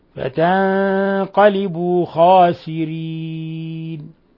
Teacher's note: نون ساكنة جاء بعدها القاف في الحكم التجويدي إخفاء حقيقي